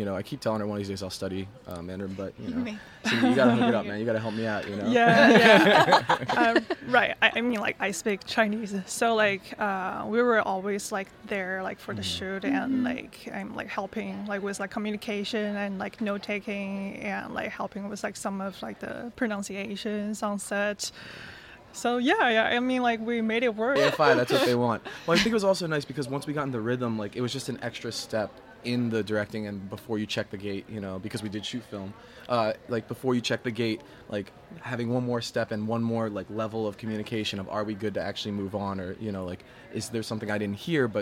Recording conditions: busy venue